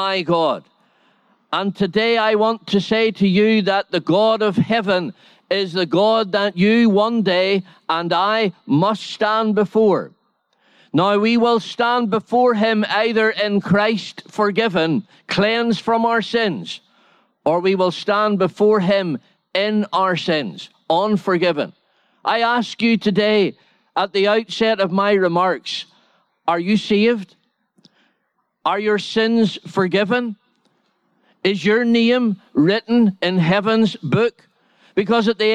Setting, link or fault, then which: setting, large echoing room